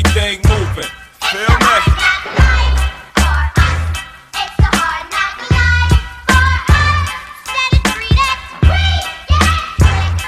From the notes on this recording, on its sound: LIVE FROM 1ST IMPRESSIONS BARBERSHOP.